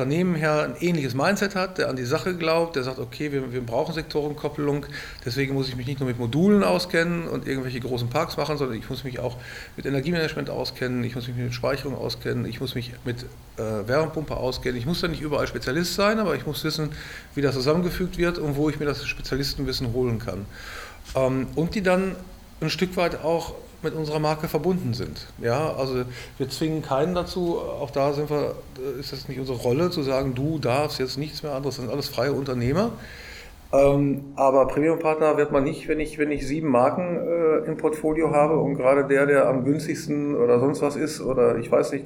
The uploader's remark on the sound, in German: Live vom Partnertag